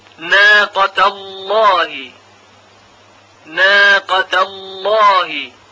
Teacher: چون قبل از لام جلاله فتحه قرار داره، فتحه ت در کلمه ناقه، لام تفخیم یا تغلیظ میشه